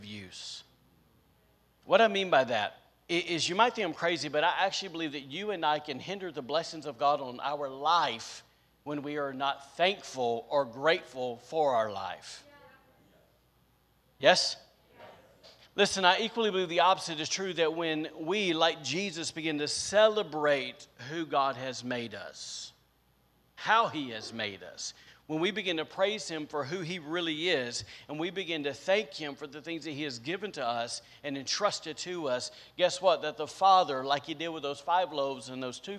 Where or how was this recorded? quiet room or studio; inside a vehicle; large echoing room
large echoing room